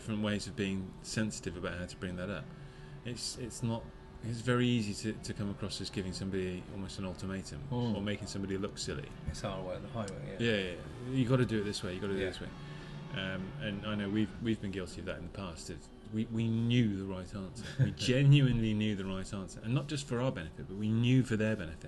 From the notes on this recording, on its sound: The Master Mariner, Brighton, UK. Enjoyed a road trip to the seaside this week, and stopped in at the Master Mariner for a drink and a chat by the water.